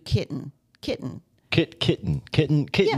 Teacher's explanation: You do T glottalization